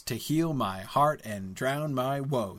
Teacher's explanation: That is like perfect iambic tetrameter